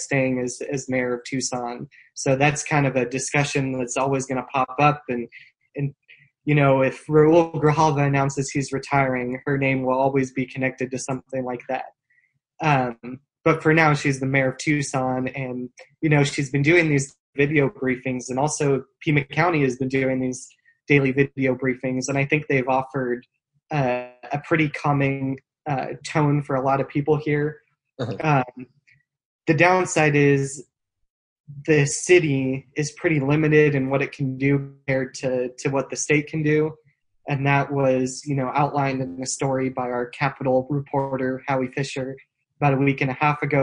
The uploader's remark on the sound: For the second of our Zoom-aided podcasts